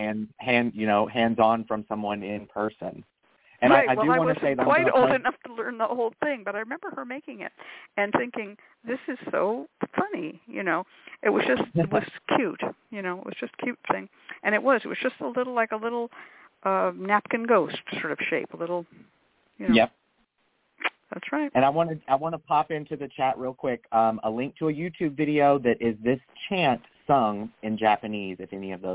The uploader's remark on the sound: a real, live call-in show